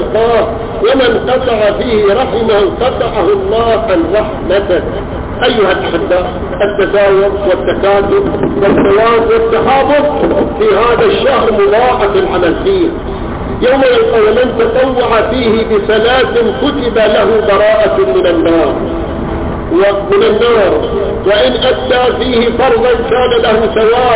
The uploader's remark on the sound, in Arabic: تسجيل قديم من مسجد الامام الحسين عليه السلام في حي الفيصل/الخرس بالمبرز